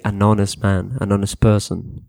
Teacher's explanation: the word honest, you don't have to pronounce the H, it's silent